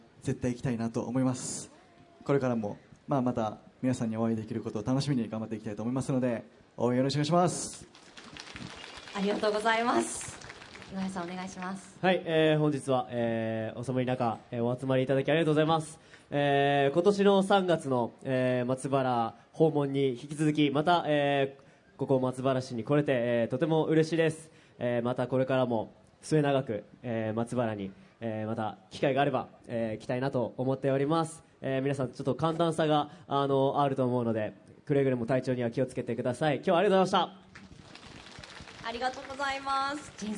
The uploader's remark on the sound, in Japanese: 大阪・松原市で行われた公開録音（後半）の模様。